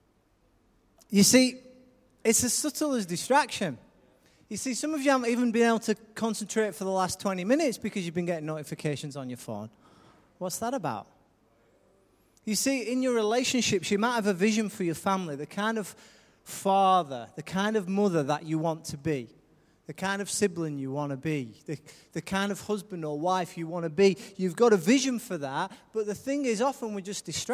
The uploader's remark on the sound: Recorded live at Life Church